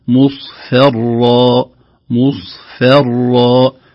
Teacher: الصاد والراء كلاهما مفخم، بينهما فاء مرققة، فتحتاج إلى عناية، حتى أن أحد مشايخي كنت أقرأ عليه فقال احذر من الفاء عند الاصفرار.